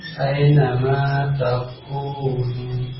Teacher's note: Ingat ya, ai ya. Fathah ke iya, suaranya ke ai.